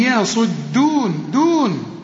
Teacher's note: صاد مفخمة ودال مرققة والياء مرققة، هنا ما تقولش يا يصدون، لا قل لي يصدون دون وهم.